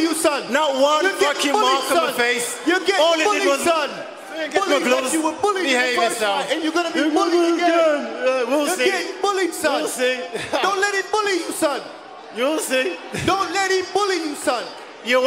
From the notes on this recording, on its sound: Pre-Fight Press Conference